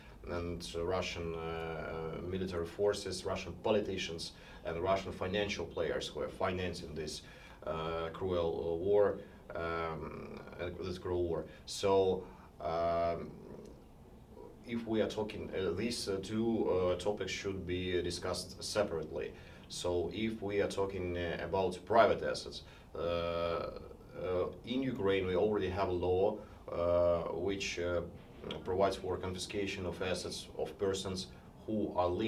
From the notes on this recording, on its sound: A podcast episode recorded in Kyiv on October 17 on the sidelines of a conference on the human rights abuses in Ukraine and Syria, organised by SUN (The Syria Ukraine Network), an NGO based in the US.